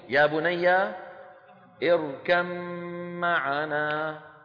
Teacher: الباء في الميم: يا بني اركم معنا، اركم، نقلب الباء إلى إيه؟ إلى ميم، وندغم الميم في الميم فيصير النطق بميم مشددة